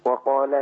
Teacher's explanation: الراء بتاعت فرعون دي عايزينها ايه؟ مرققه خالص